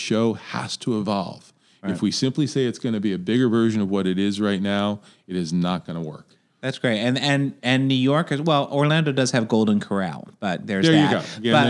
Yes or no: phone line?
no